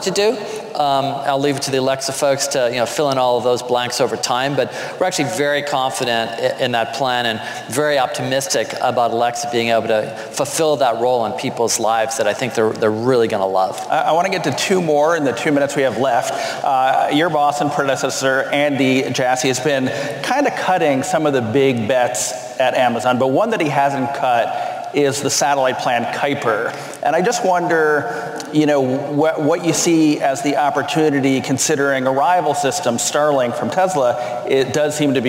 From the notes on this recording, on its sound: Bloomberg Technology is live from the Bloomberg Technology Summit in San Francisco.